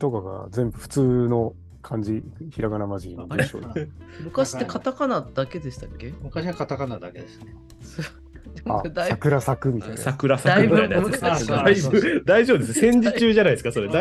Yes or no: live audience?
no